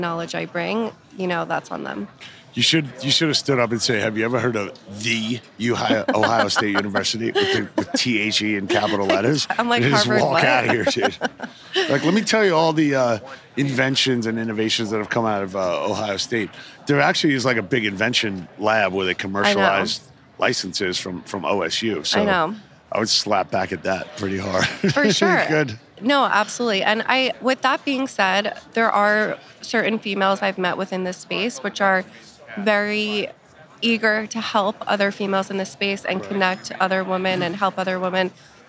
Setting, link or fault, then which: setting, busy venue